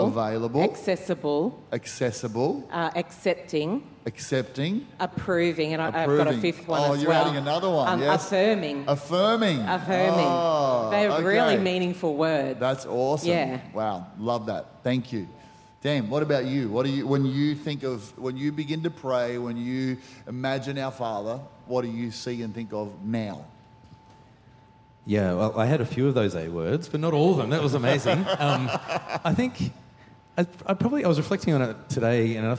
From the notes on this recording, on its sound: Recorded during our 5pm service on Sunday, the 15th of October 2023.